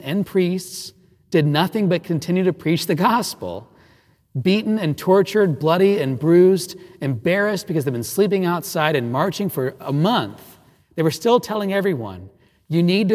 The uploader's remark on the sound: Recorded live at Sacred Heart Catholic Church. In Evansville, Indiana.